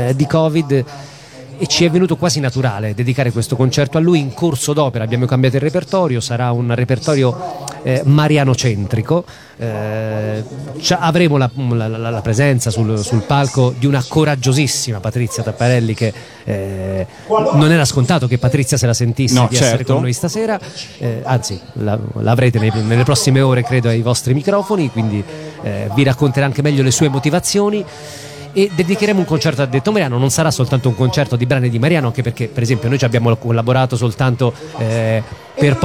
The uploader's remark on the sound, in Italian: Da San Marino Comics 2020 la nostra intervista